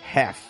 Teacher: o L a gente não vai falar